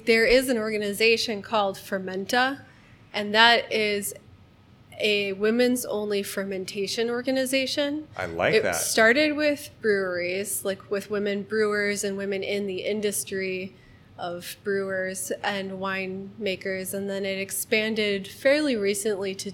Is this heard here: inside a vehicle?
no